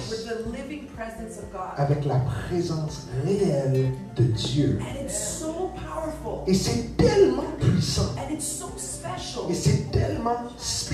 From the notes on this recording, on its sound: Sunday morning live at the Hub